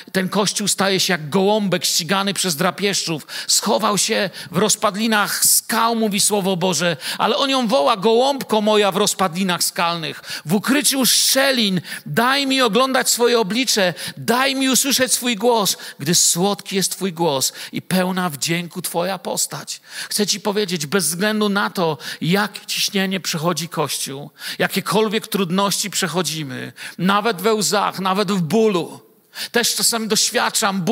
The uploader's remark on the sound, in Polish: Wykład nagrano podczas wieczoru z Biblią w Kościele „Filadelfia” Bielsko Biała